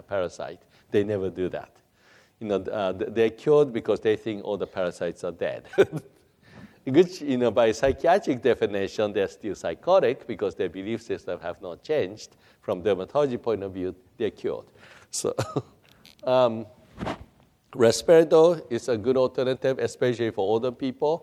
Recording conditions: live audience